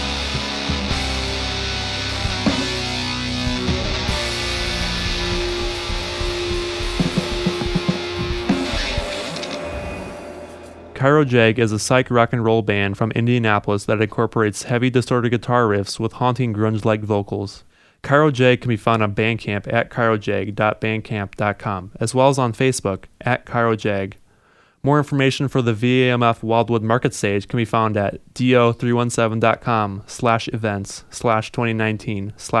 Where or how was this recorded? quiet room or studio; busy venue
busy venue